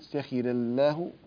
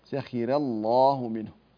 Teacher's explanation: فلفظ الجلالة يفخم على أي حال لأنه سبق بفتح، ولا يضيره أن رققت الراء حتى يرقق، يعني لم يؤثر · Term: تفخيم لفظ الجلالة